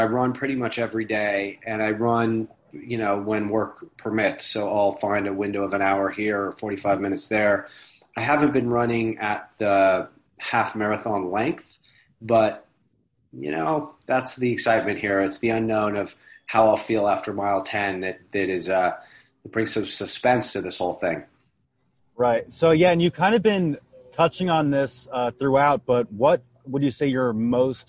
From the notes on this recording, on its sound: it was conducted over zoom